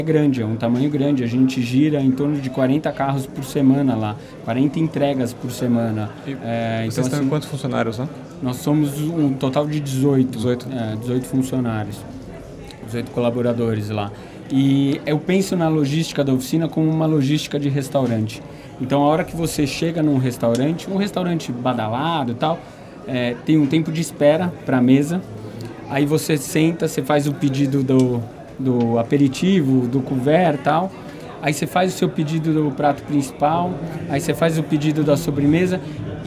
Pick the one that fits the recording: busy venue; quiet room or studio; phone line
busy venue